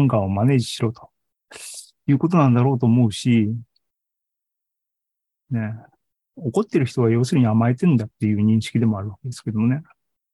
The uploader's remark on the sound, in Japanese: ２０２２年１２月２１日に開催した ZOOMライブの模様です